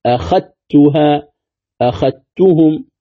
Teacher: وتقرأ بإدغام الذال في التاء